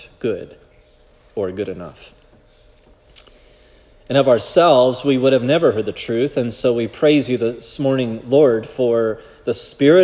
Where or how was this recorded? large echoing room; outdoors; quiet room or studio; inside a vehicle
large echoing room